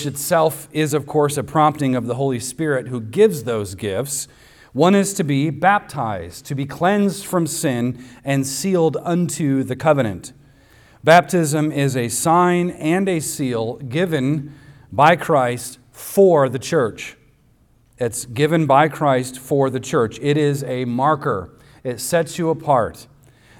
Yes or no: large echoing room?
yes